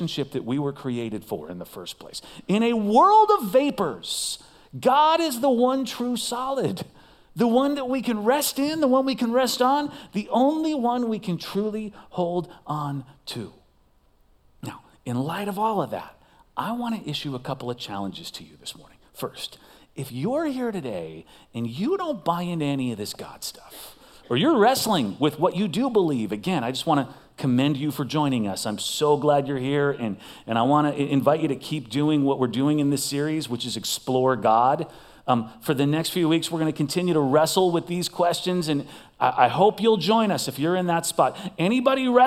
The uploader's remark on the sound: Recorded live at CrossWinds Church on October 1st , 2023.